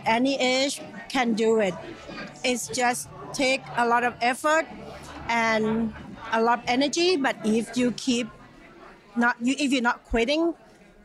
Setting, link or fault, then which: setting, busy venue